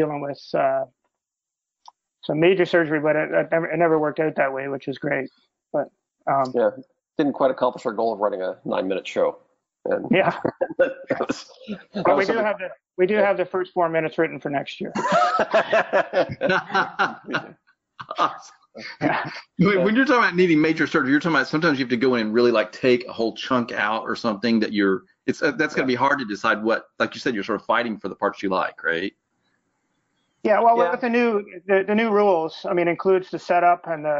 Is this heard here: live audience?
no